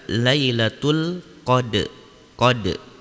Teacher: Di sini ada qalqalah, qalqalahnya adalah sugro atau pantulannya kecil pada huruf dal yang berharokat sukun. Ketika huruf qalqalah yang berharokat sukun, maka kita pantulkan.